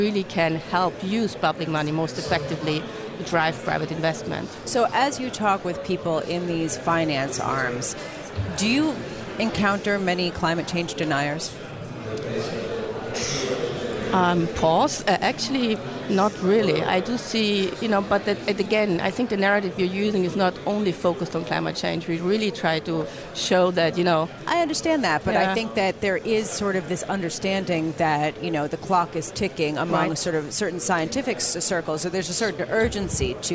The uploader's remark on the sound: Live from the 2017 Future of Energy Summit